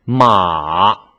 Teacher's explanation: 特点就是降下来，快速干脆，它是最短的一个音，所以不要有尾音 · Term: 第四声